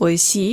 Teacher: man spricht sie lang aus, oishi, es ist ja ein shi und noch ein i dran. Und dieses i verwende ich dann, um die Vergangenheitsform daraus zu machen.